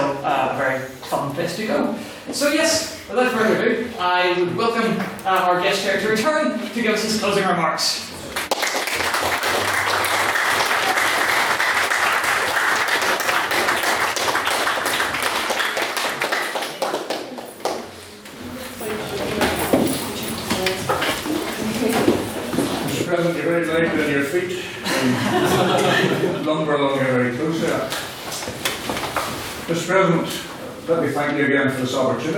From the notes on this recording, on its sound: The recording of the fifth Ordinary Meeting of the Society, where the House convened to discuss the motion.